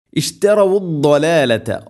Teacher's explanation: ദോദ് ഉച്ചരിക്കുന്ന സമയത്ത് നാവിൻ്റെ ഏതെങ്കിലും ഒരു സൈഡ് അണപ്പല്ലുകളോട് നീളത്തിൽ തട്ടിക്കൊണ്ടായിരിക്കണം